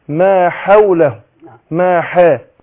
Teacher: انت نطقت الحاء داخل على العين · Term: احقق الحاء